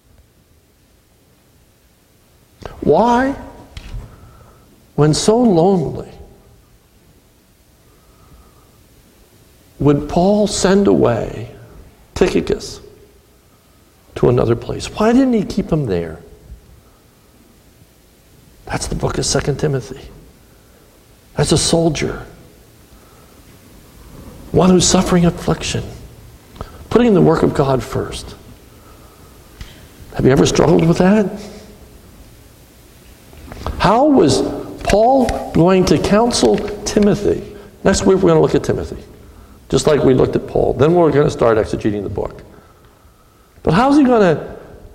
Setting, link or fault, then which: setting, large echoing room